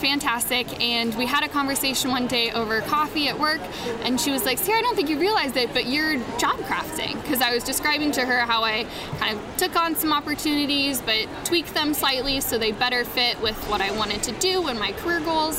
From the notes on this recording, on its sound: Special edition podcast recorded live at WE19 in Anaheim, California.